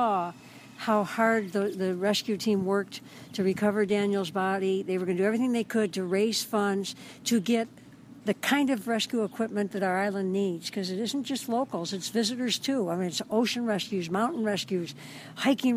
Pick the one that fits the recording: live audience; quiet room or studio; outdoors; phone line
outdoors